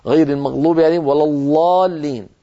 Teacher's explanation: ينطق الضاد شبيهة باللام